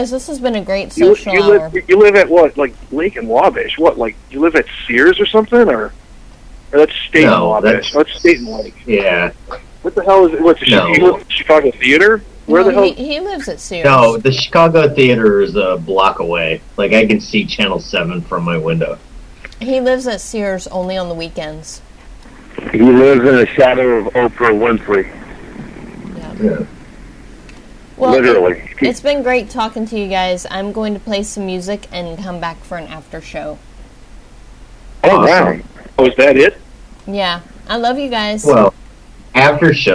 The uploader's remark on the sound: Prank Phone Calls